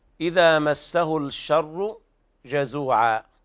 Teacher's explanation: وهنا بيان التفشي في الشين، الشر وتفخيم الراء بعد التشديد جزوعا، وبيان حرف المد الطبيعي في قوله تعالى جزوعا هكذا لا يزيد عن حركتين.